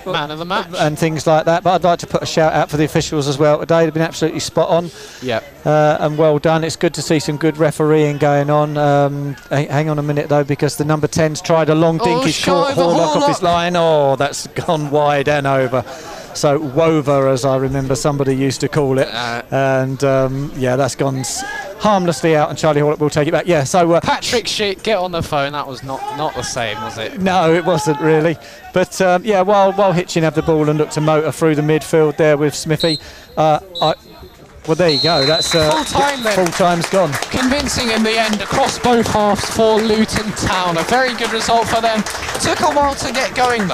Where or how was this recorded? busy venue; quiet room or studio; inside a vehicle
busy venue